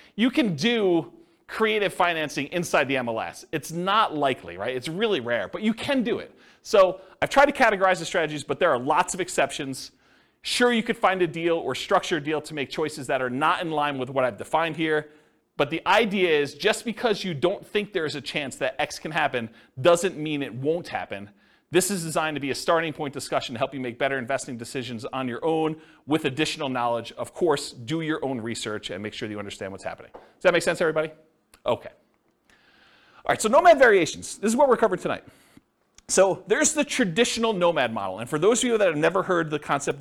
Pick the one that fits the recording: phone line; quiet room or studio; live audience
live audience